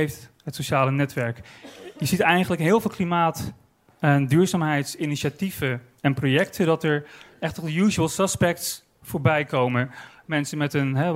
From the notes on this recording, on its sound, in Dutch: Op het podium van het Betweter festival